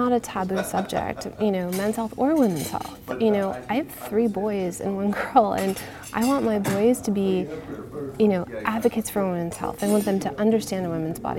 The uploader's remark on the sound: recorded at HIMSS22